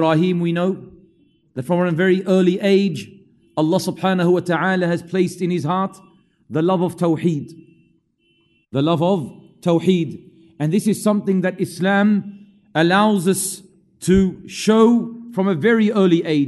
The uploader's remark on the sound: LIVE from Masjid Al-Azhar, Belmore